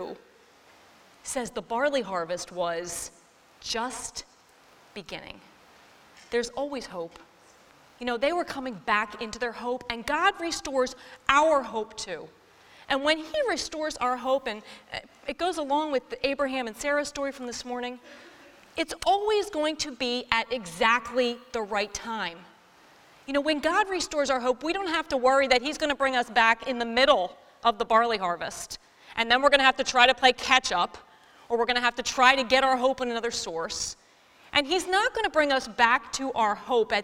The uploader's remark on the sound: this week’s episode taken from our Hope Beyond women’s conference